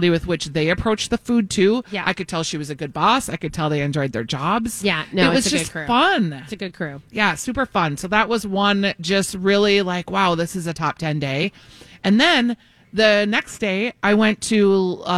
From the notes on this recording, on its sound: LIVE from the Minneapolis Home + Garden Show.